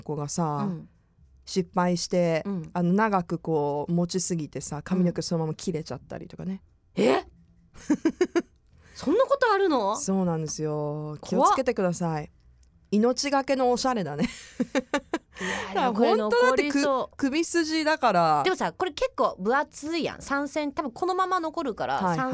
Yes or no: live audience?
no